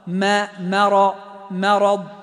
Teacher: كذلك مرض، الراء مفخمة بعدها، فاحرص على ترقيق الميم المجاورة للراء المفخمة